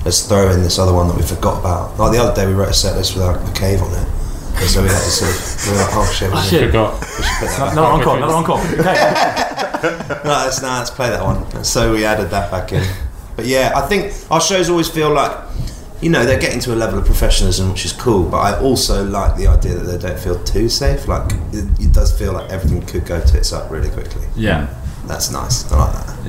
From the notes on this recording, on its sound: Backstage interview. Backstage at their Melbourne concert.